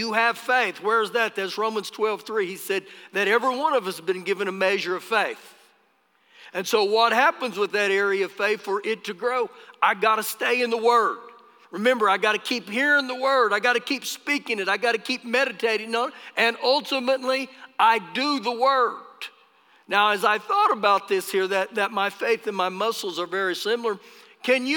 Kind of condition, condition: setting, live audience